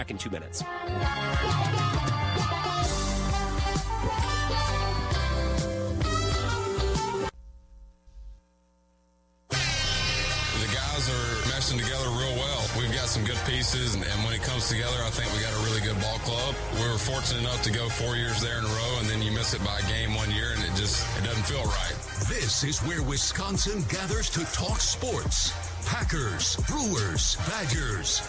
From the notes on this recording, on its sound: Live in Maryvale. Broadcasting live from Brewers Spring Training.